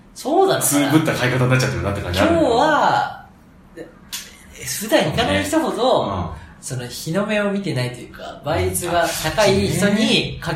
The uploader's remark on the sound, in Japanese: 1ヶ月ぶりの収録は久々に対面で！録音環境の都合上、少々聴こえづらく感じるかもしれません。